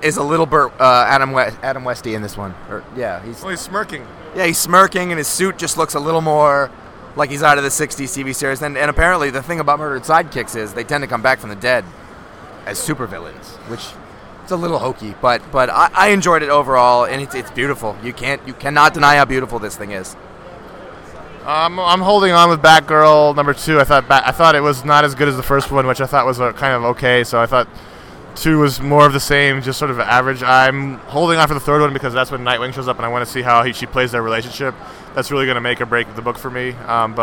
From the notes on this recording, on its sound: NEW YORK COMIC COOOOOON! After plans fell through to do the show as usual, the guys are forced to record a truncated episode from their table in Artist’s Alley on Sunday afternoon, the last day of the show.